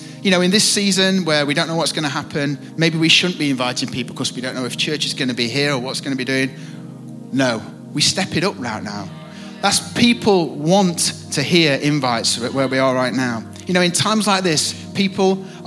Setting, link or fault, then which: setting, live audience